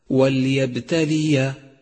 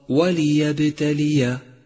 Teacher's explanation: اللام الأولى في كلمة وليبتلي لام مكسورة، وخطأ شائع أن تسكنها · Shown in: second take · أي هكذا وليبتلي، والصواب وليبتلي.